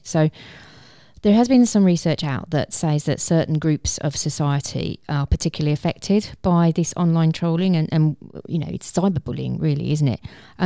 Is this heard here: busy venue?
no